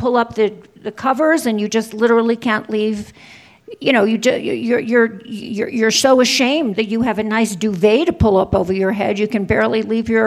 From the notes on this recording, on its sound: on stage at the 2021 festival